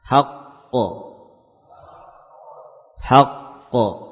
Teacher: Qaf yang pertama hanya berupa suara yang berhenti di makhrajnya, haq. Kemudian qaf yang kedua itulah yang muncul dengan suara qalqalahnya. · Term: Menunda qalqalah